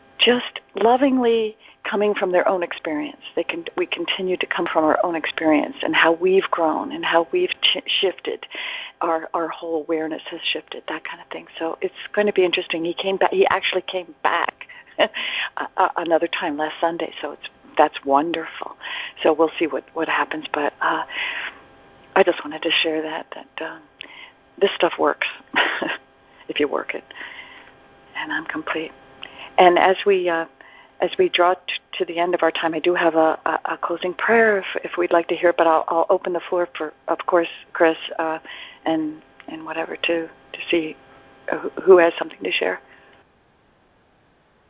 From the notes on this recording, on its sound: ACIM Daily TEXT Conference Call